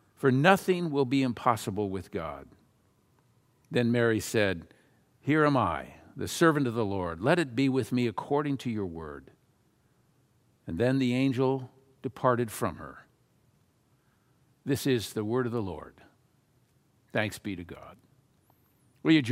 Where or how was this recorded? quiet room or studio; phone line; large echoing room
large echoing room